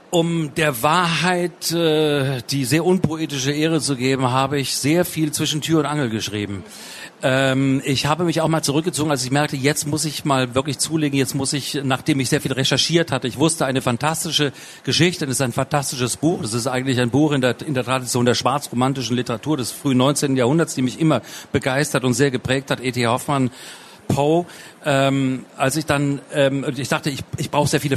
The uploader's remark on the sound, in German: Es wurde im Rahmen der Veranstaltungsreihe „Spiegel Live“ im Oktober 2019 auf der Frankfurter Buchmesse aufgezeichnet.